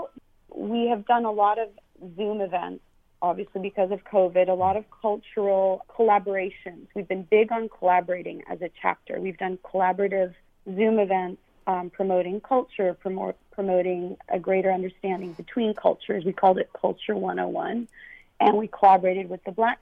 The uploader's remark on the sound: Special LIVE broadcast. Helping out with phone-in guests. Phone calls from Germany, Hollywood and Armenia,southern CA.